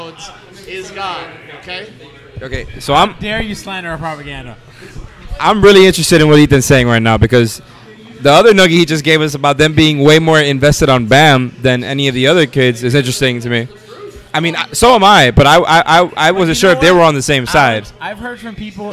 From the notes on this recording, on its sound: LIVE from our first ever "Watch Party" taping at Tap 42 in Midtown Miami.